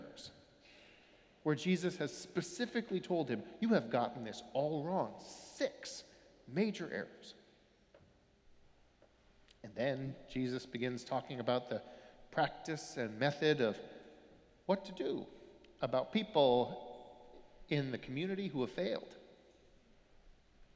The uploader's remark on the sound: Sermons from Old South Church in Boston